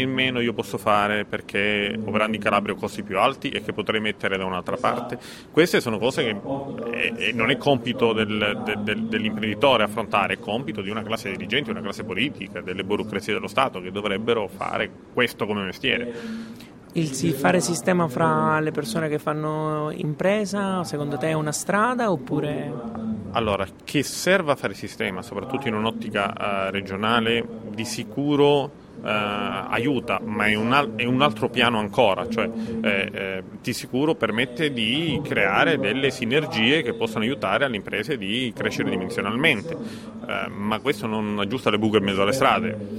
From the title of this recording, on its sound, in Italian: Diretta Live dal PNI 2015